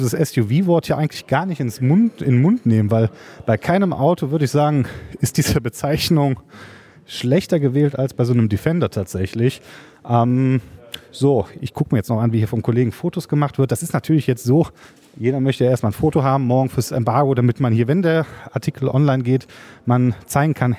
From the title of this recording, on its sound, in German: Live Podcast von der Premiere